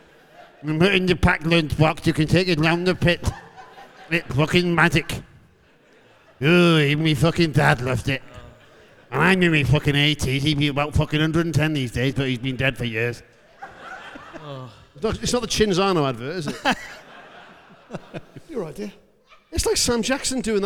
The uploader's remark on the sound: THIS WEEK’S SHOW WAS RECORDED LIVE AT THE WILLIAM ASTON HALL, WREXHAM ON SUNDAY NOVEMBER 5th 2023